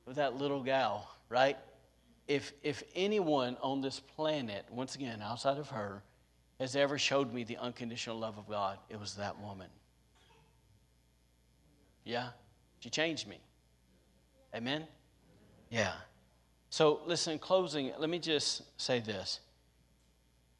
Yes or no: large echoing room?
yes